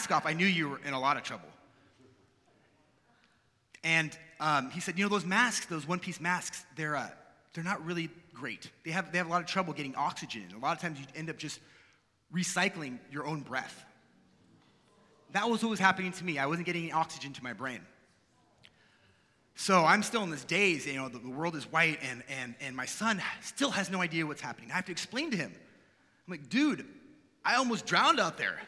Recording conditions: live audience